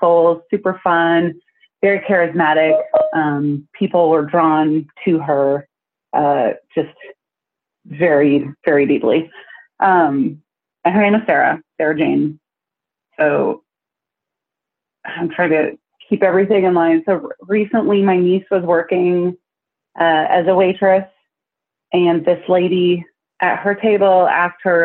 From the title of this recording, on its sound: Listener Phone Call